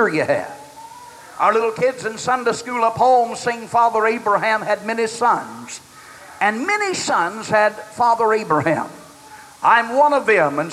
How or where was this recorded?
large echoing room